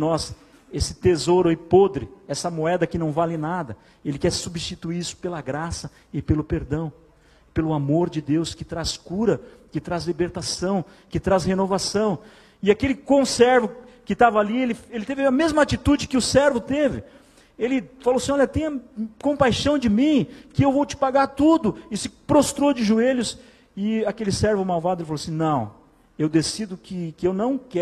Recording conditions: large echoing room